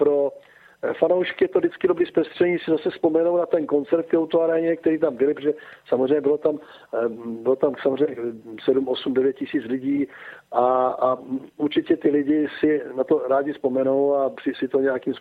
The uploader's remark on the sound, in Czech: telefonický rozhovor